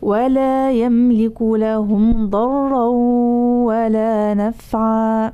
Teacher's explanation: الراء بلا غنة، الغنة ليست موجودة في الراء